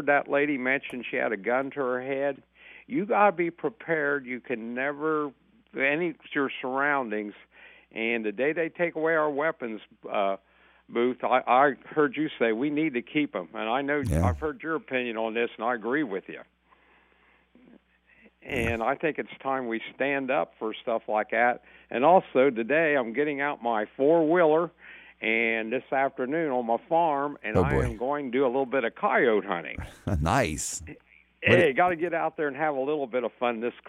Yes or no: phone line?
yes